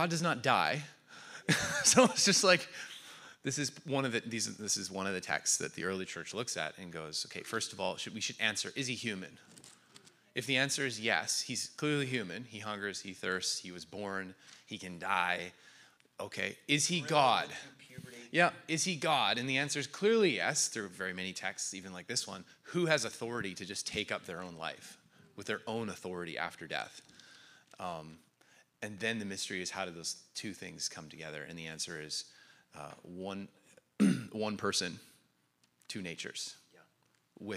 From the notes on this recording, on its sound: In this episode, we have the recording of today's Pastor's Q&A, where our pastors fielded questions from our church.